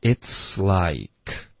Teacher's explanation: 你的气流要从呲的音连发到 like